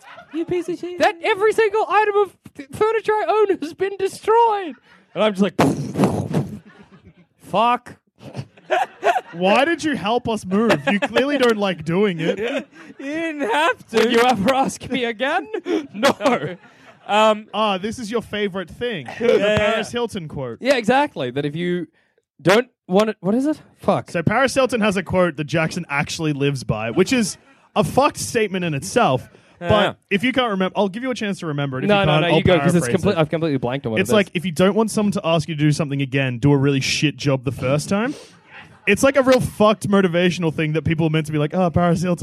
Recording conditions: busy venue